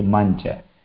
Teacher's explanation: तत्र चवर्गीय अनुनासिक वर्णः परसवर्णः आगच्छति